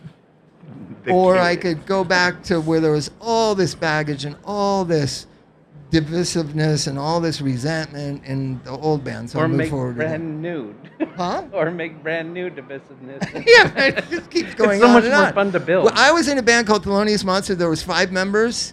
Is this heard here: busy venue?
yes